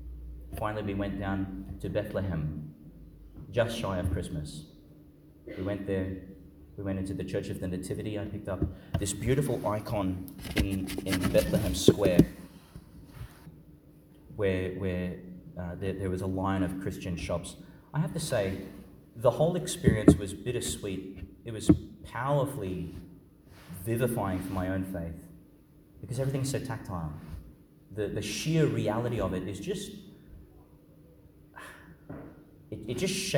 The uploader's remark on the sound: Homily for the Solemnity of the Nativity of Jesus Christ, delivered at Our Lady Star of the Sea Church, Gladstone, Qld.